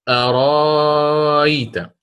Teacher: أرأيت بالإشباع، بالإشباع، لماذا؟ لأن الياء ساكنة